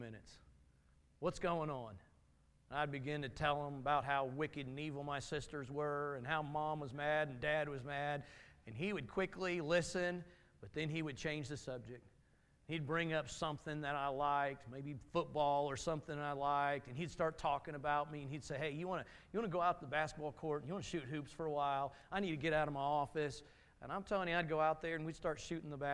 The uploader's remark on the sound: Message from Sunday morning service.